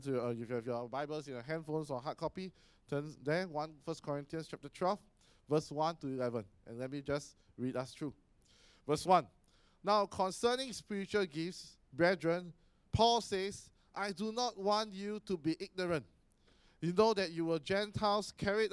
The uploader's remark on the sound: Sermon preached on 27 May 2018 at our AMK Hub location.